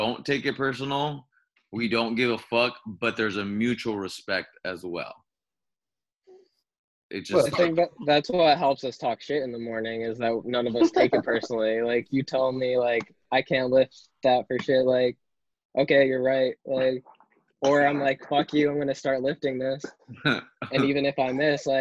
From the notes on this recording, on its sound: Quarantine zoom call